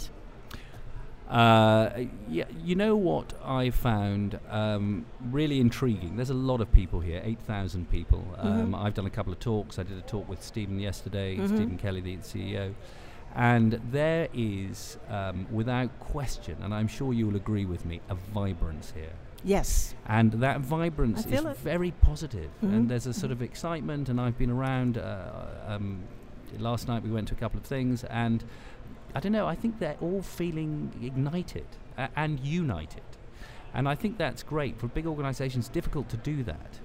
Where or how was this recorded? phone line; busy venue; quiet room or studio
busy venue